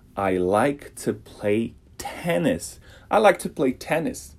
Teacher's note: e não é esse tênis, T, tem um arzinho